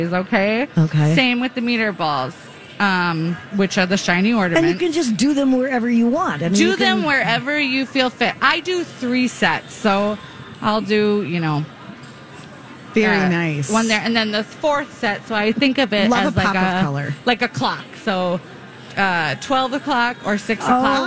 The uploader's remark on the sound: Live at the Minneapolis Convention Center